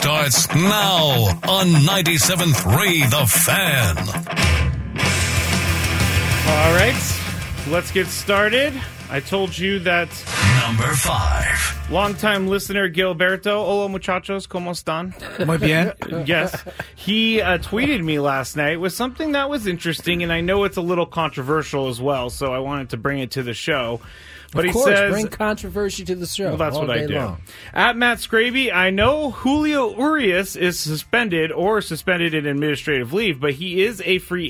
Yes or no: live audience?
no